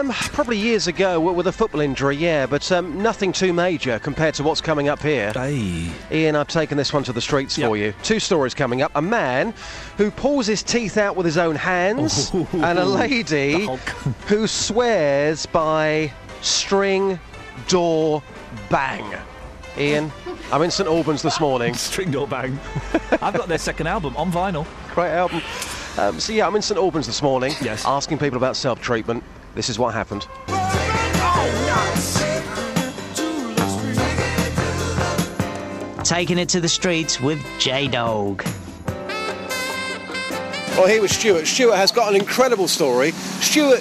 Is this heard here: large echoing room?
no